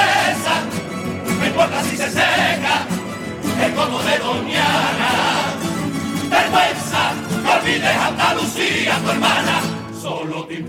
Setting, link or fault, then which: setting, live audience